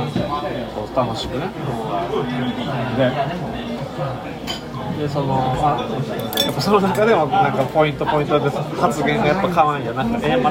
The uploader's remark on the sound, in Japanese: 居酒屋で録音したので後ろがうるさくてすいません